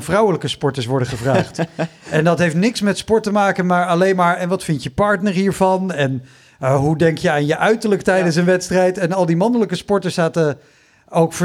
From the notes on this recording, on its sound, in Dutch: Live seizoenspresentatie. Tijdens een live podcast in Bibliotheek Mariënburg te Nijmegen.